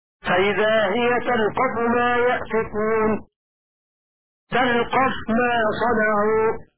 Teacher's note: فقرأ شعبة فإذا هي تلقف ما يأفكون كذا موضع الشعراء كذا موضع طه تلقف ما صنعوا هكذا فتح اللام وتشديد القاف من التلقف. وقرأ حفص بسكون اللام وتخفيف القاف من الفعل المجرد لقف